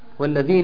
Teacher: الياء ساكنه ما قبلها مكسور مد طبيعي مد مقدار حركتين